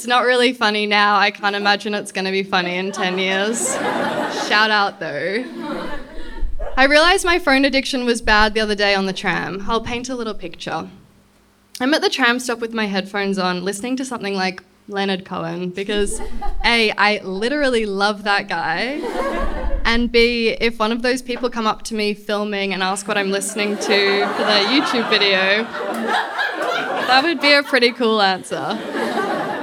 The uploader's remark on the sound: This episode was recorded live at the Brunswick Artists Bar.